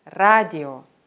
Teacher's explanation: Bei Radio liegt die Betonung auf dem A. Trotzdem wird das O wie O ausgesprochen.